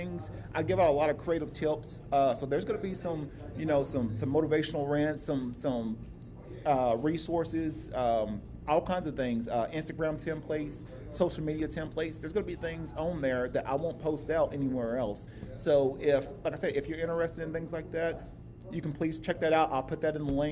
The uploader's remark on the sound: This episode was a previously recorded FB Live Video at the local restaurant The Breakfast Mug in Oceanside, California. Practicing some social distancing so I was the only one in there.